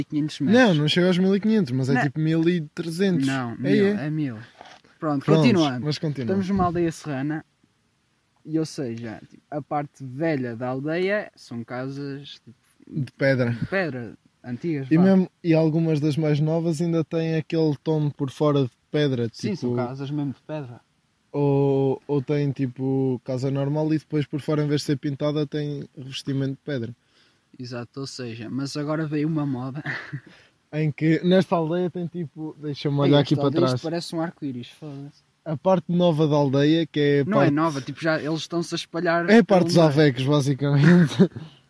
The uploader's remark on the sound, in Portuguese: gravado no meio da serra ao pôr do sol